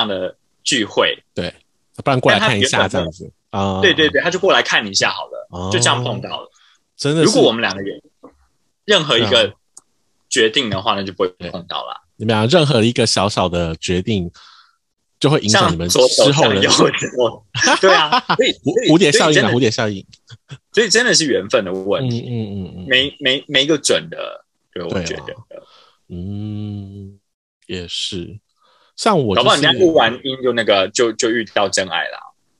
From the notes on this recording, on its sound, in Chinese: 由於疫情關係，伊學院目前都使用網路錄音，請大家體諒音質與因網路延遲而造成的談話空白。